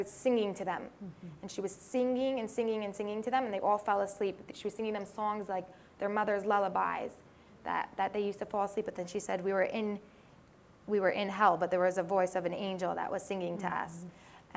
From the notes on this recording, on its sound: we back to our in-person event